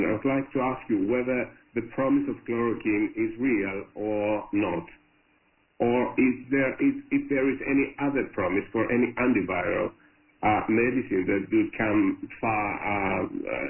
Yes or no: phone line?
yes